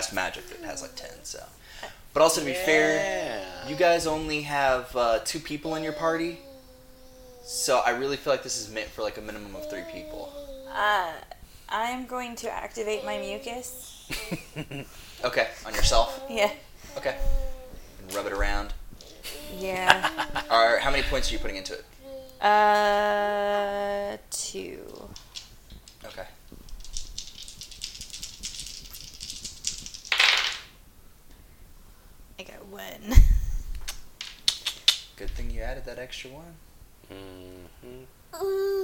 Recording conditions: sounds in the background